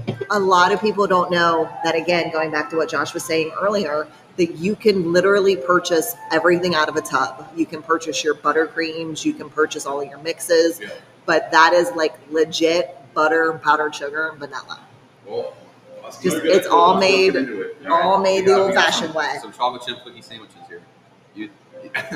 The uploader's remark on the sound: travel on-site to Holston's Baking Co.